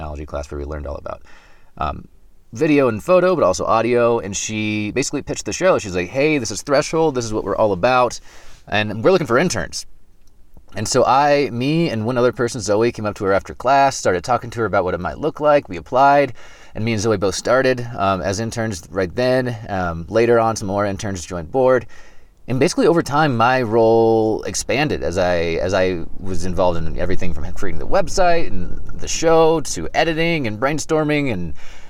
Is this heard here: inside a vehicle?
yes